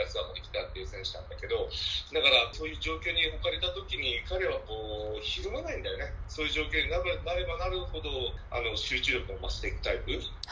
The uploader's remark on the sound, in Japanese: 電話でのツアートークで音声がお聞き苦しいところがありますがご了承ください。